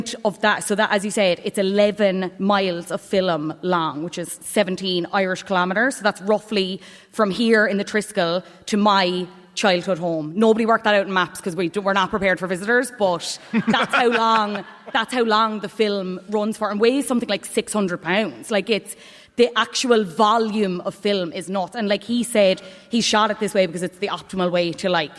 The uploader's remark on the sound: Live from the Triskel Arts Centre in Cork City. Part of Newstalk’s Summer Tour.